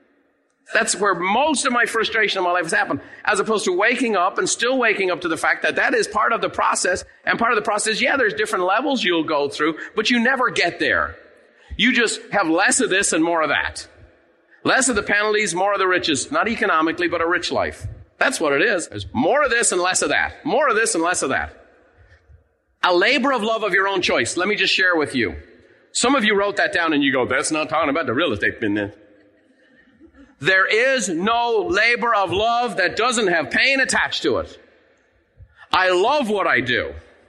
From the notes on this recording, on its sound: In this episode, recorded live at the Buffini & Company MasterMind Summit.